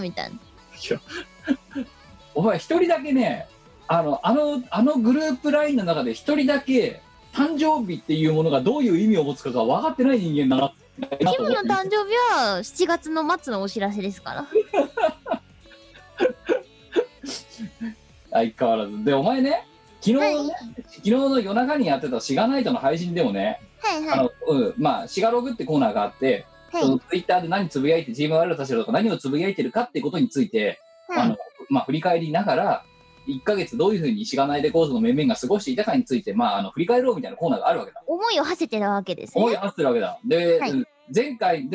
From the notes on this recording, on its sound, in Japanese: 本番組はリモート収録です。収録時環境の影響により、聴き取り辛い部分があります。音声が歪んだり飛んだりしています。